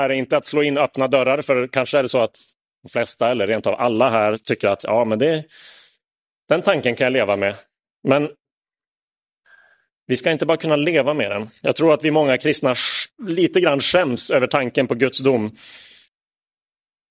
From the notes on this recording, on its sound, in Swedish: Inspelad i Roseniuskyrkan den 10 juli 2022.